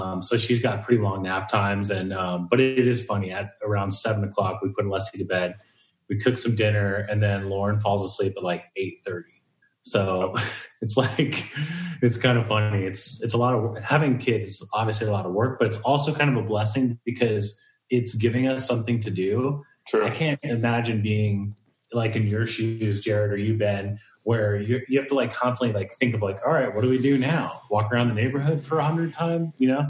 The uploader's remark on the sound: meet up on Zoom